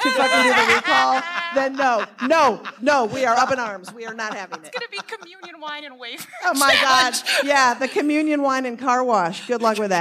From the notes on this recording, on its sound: From Netroots Nation in Pittsburgh this week, with a whole entire live audience, too!